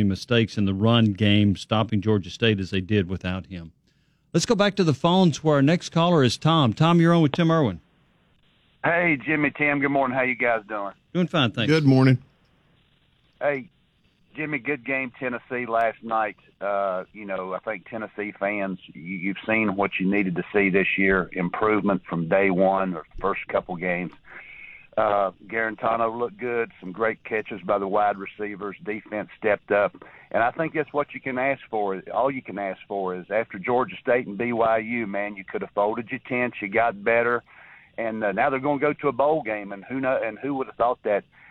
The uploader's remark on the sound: taking your phone calls